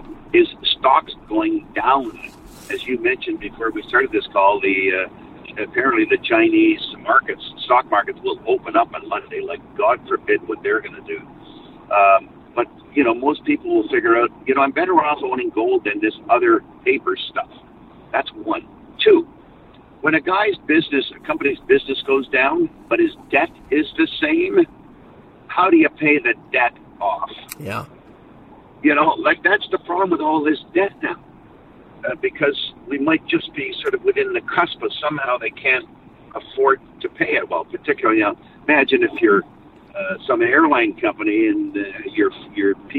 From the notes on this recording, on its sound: as he drives down the freeway